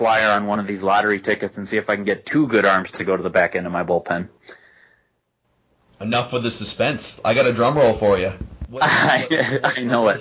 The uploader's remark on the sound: The audio quality is down a little in this episode -- we recorded on Skype.